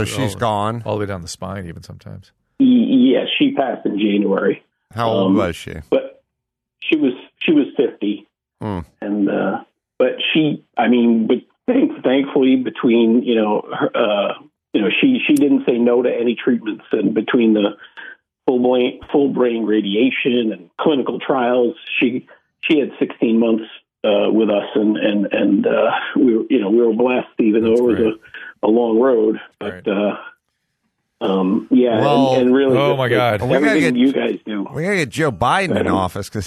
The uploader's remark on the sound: the guys turn to the phones and speak to a variety of callers